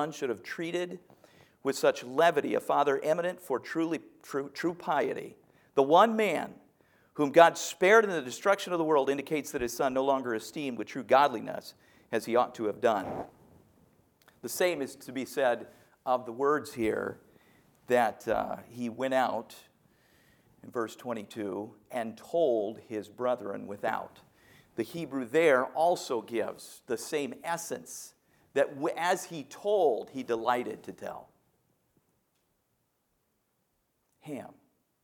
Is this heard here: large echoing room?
yes